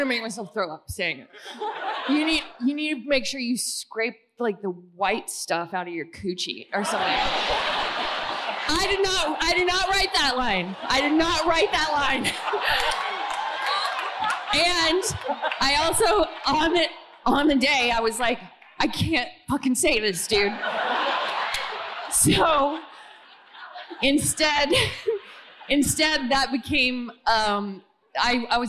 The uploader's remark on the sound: The Gemstones joined a sold-out audience at ACL Live for a conversation. This conversation was recorded live at ATX TV Festival Season 12 (June 1-4, 2023) in Austin, TX.